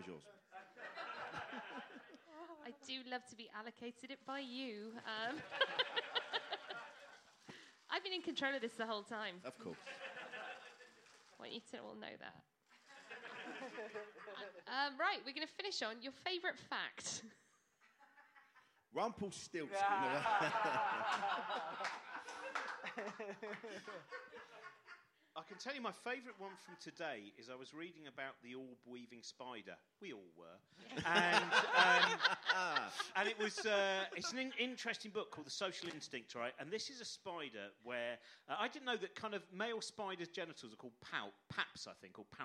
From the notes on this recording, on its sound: Live at Camden Fringe. We record live from the iconic Water Rats as part of the Camden Fringe.